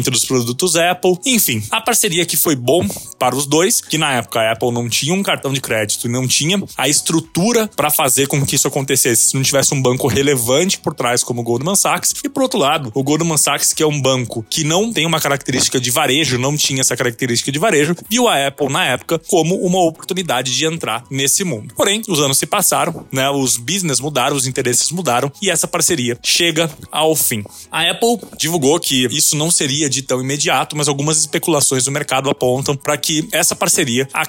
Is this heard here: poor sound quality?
no